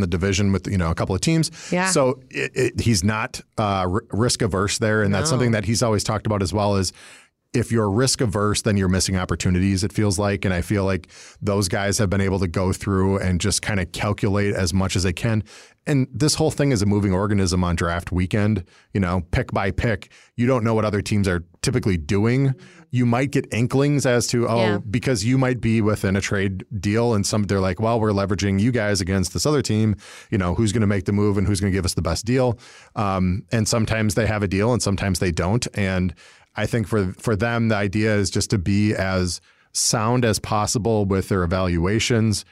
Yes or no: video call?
no